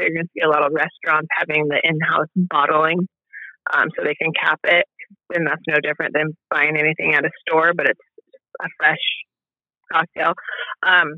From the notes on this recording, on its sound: This is a great little episode we recorded over the phone.